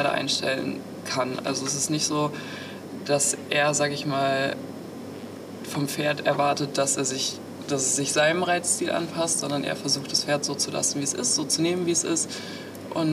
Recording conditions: busy venue